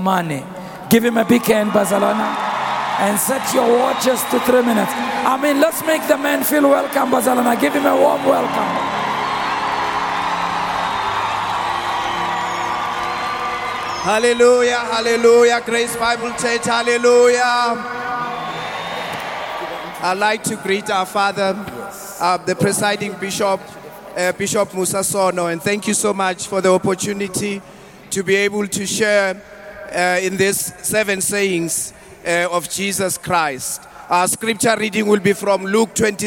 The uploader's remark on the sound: preached at the Good Friday Celebration 2023 hosted at Orlando Stadium on the 07th of April 2023.